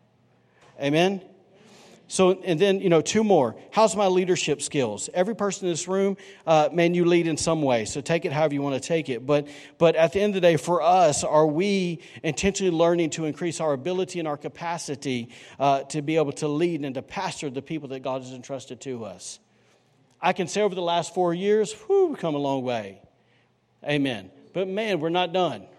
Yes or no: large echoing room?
yes